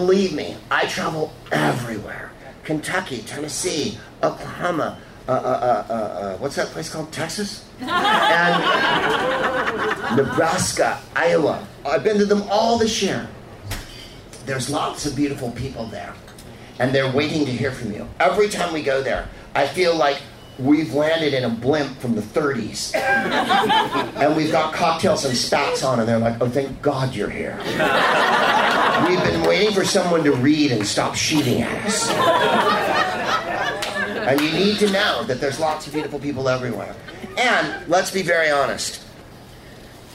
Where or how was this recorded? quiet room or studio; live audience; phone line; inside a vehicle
live audience